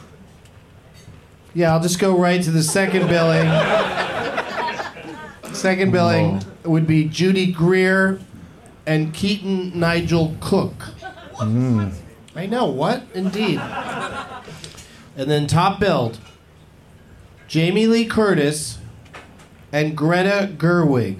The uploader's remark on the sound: Live from the Punchline in San Francisco